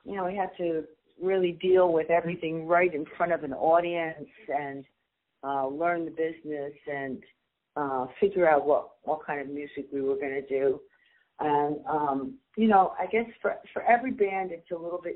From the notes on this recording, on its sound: Called.